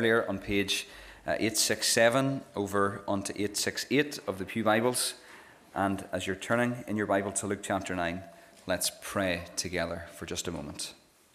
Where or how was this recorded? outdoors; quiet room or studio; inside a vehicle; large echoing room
large echoing room